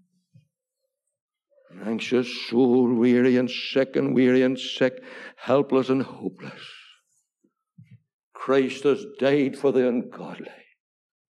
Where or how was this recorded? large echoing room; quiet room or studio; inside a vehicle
large echoing room